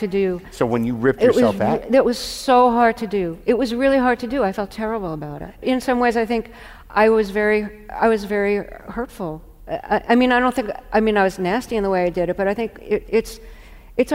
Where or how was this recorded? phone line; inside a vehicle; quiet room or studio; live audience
live audience